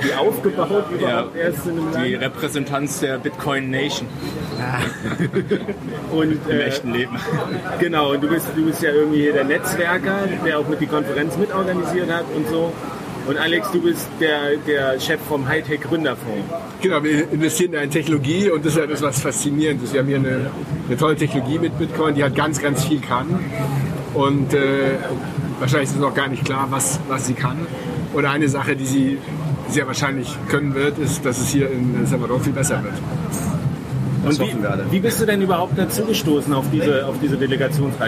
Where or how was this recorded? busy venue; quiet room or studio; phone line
busy venue